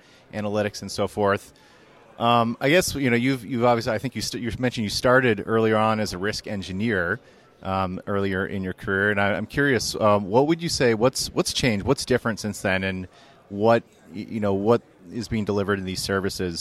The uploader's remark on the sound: Live from ITC Vegas ’23